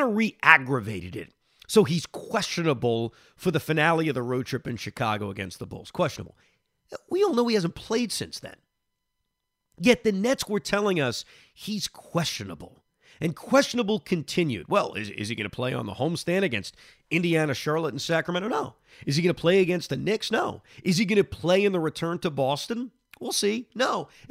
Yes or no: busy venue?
no